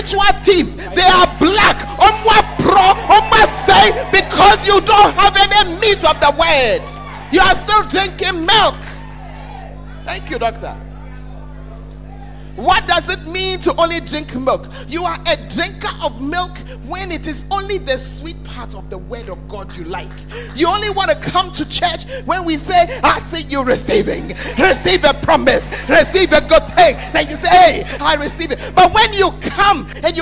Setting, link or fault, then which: setting, large echoing room